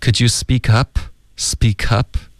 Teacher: speak 的这个 p,我们就浊化为一个 b 的音。Could you speak up?这里 speak 跟 up 连读了。Could you speak up?